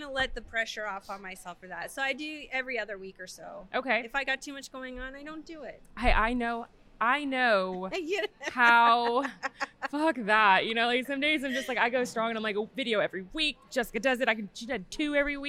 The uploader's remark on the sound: Recorded in Atlantic City during the Great American Craft Expo.